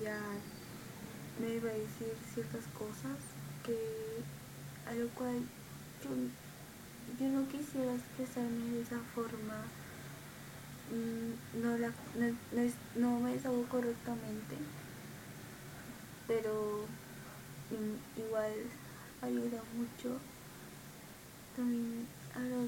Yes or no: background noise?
yes